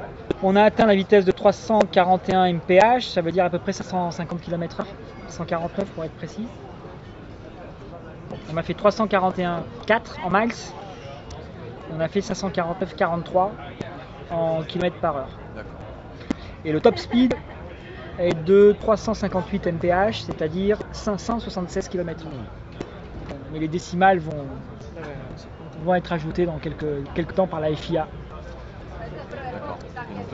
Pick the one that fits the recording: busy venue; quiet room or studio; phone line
busy venue